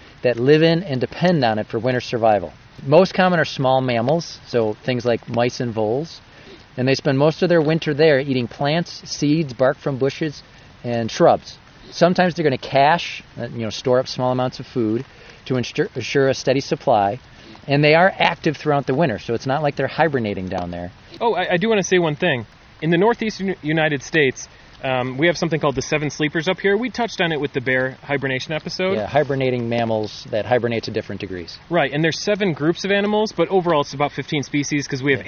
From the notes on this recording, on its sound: This episode was recorded in the Shale Creek section of Chestnut Ridge Park, located in Orchard Park, NY.